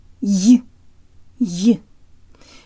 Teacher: When ye begins a word, the y sound is very strong, stronger than the English y sound in the word yes. We can make the y sound strong by placing our tongue much closer to the roof of our mouth, making a smaller passageway for the air, and by pushing more air through than we would in English.